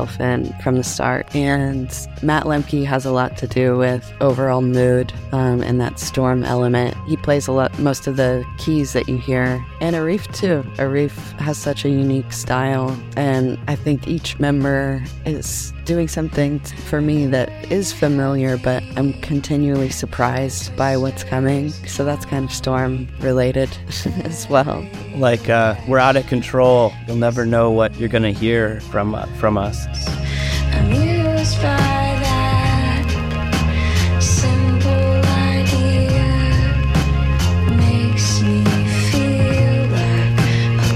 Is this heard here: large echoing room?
no